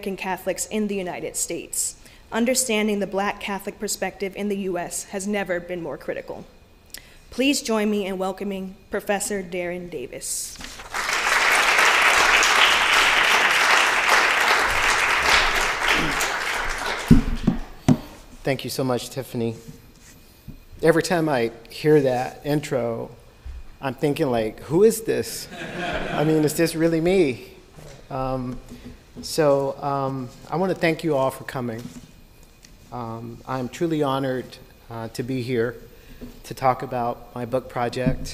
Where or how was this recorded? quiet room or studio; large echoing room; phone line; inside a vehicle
large echoing room